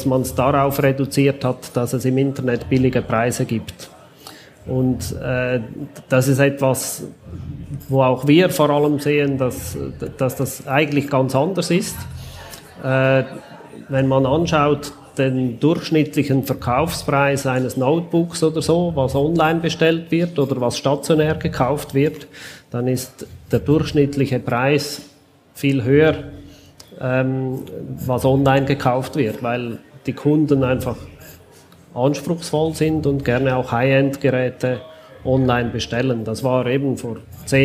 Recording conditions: busy venue